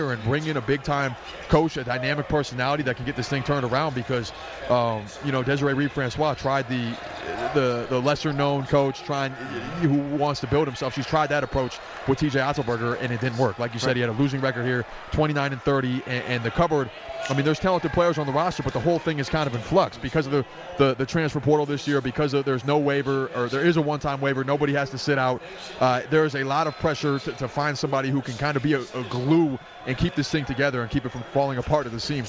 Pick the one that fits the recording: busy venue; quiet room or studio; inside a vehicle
busy venue